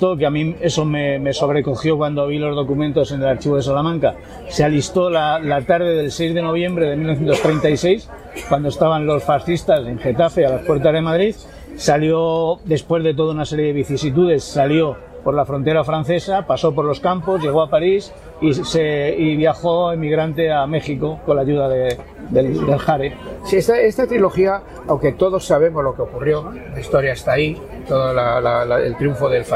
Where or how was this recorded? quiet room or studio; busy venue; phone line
busy venue